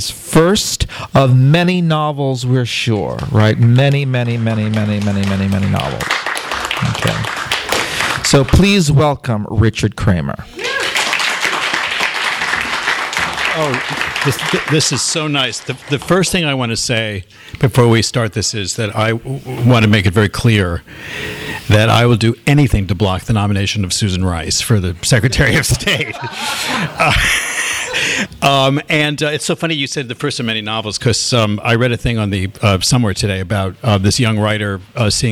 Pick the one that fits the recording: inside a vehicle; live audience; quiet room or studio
live audience